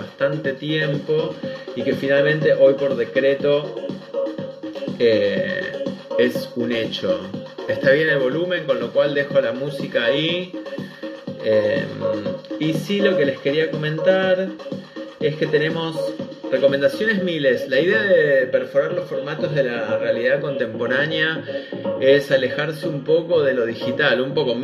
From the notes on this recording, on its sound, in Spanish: audio mala calidad de entrevista